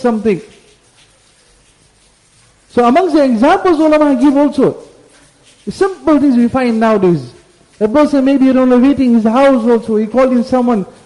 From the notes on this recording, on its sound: Jumuah Lecture at Glenearn Road Masjid.